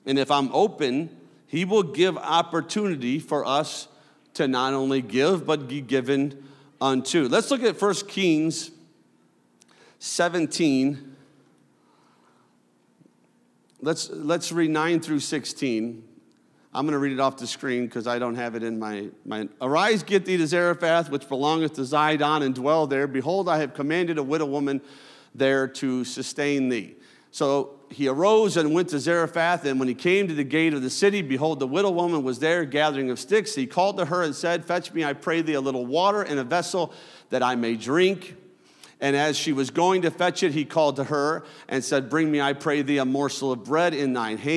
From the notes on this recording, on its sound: a service recording from Connect Point UPC